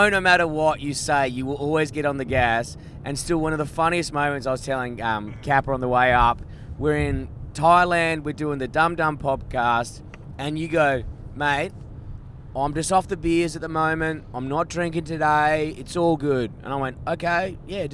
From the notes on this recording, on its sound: We are podding live from an electric vehicle.